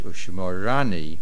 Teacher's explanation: the main accent on the Reish